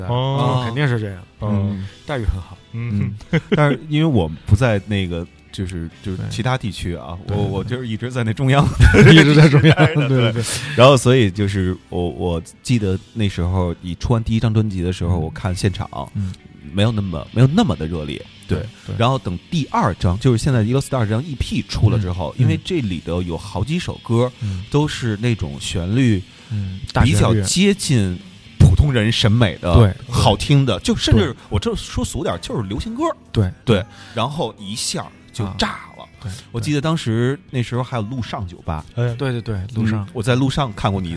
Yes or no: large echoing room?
no